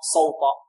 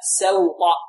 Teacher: نرق سين ونفخم الطاء · Shown in: second take